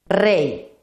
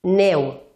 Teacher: diftong decreixent, també decreix el so